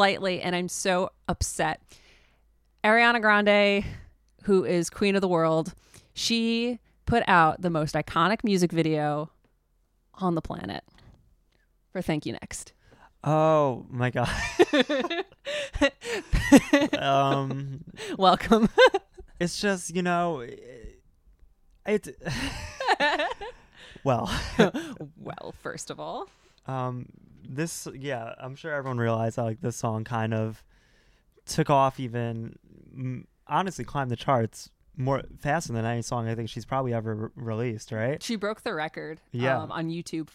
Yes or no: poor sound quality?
no